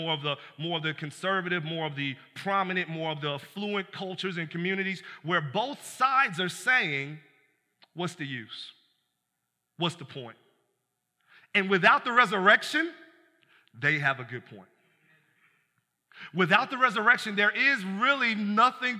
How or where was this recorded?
large echoing room